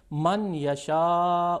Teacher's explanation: یہاں پہ اگر نون کا ہم یا میں ادغام کریں تو نون پوری طرح نہیں کھو جاتا، یعنی اس کا وجود باقی رہتا ہے کسی حد تک، یعنی اس کی خوشبو آ رہی ہوتی ہے، یعنی جو نون کے گننے کی محسوس ہوتا ہے کہ یہاں نون بھی تھا. · Term: ادغام ناقص